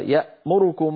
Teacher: اختلس ضمة الراء بمعنى أتى بها سريعة مقصورة الزمن · Term: الاختلاس